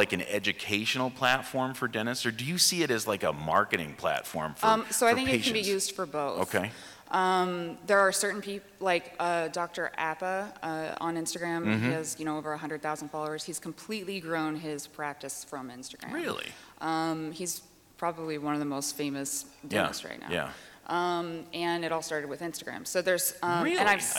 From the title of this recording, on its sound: Live at the Voices of Dentistry